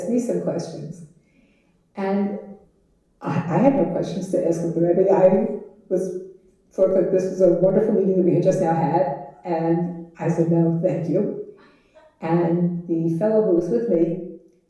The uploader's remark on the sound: Recorded Live at The Torah Center ATL on Wednesday, January 24, 2024